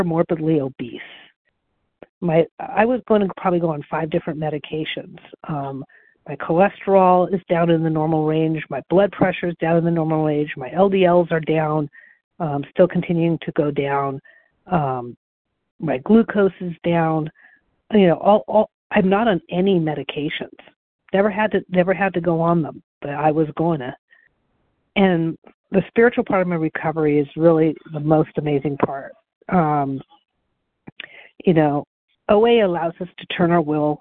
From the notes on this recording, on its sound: The 100 Pounders Phone Meeting.